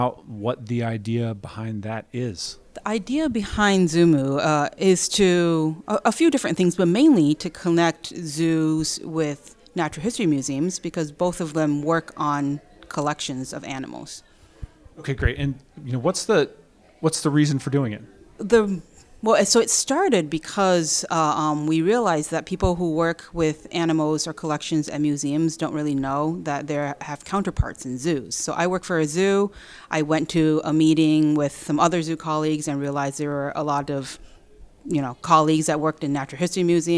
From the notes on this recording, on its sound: This episode of BioScience Talks was recorded on location at the Joint Meeting of Ichthyologists and Herpetologists in Norfolk, Virginia, and features a range of presenters and organizers.